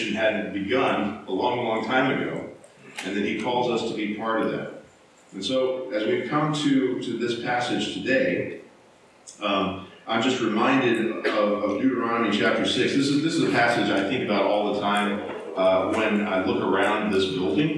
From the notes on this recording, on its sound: Low Quality Audio. We apologize for the low audio quality of this recording.